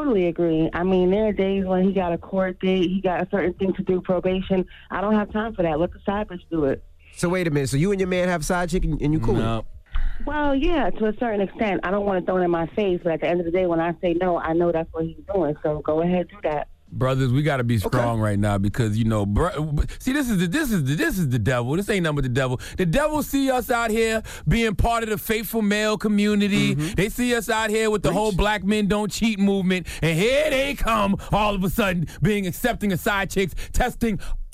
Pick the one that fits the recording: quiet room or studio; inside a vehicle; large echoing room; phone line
phone line